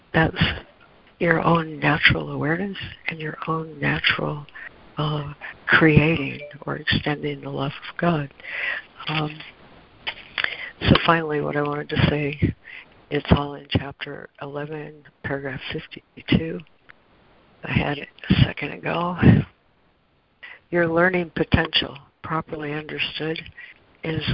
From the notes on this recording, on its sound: ACIM Daily Conference Call